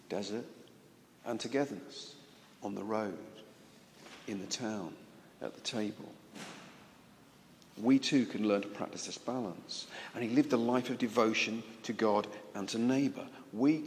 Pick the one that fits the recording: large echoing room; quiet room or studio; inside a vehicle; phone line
large echoing room